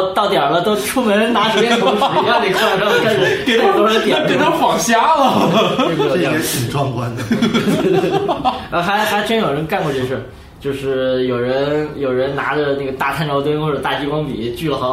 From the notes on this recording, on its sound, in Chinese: 本期节目为在张大妈办公区用录音笔录制，可能有街道上的杂音，请见谅。